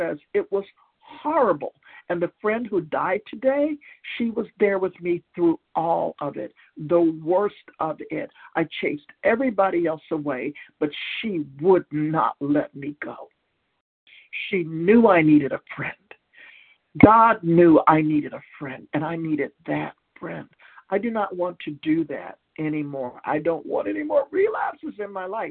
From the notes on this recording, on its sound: from the 100 Pounders Phone Meeting, 2/7/23